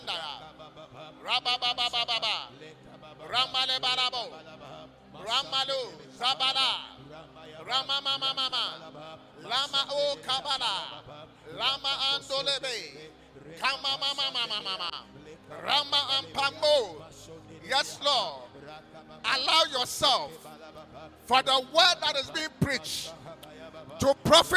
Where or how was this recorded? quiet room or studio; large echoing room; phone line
large echoing room